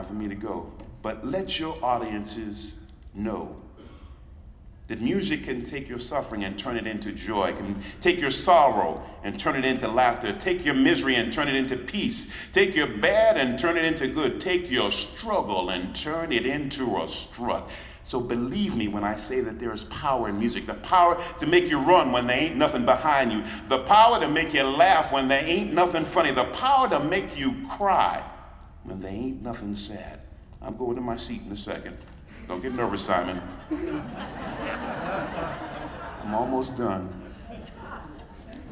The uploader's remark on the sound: League of American Orchestras Conference. Keynote speech from the League of American Orchestra's 2023 Conference in Pittsburgh.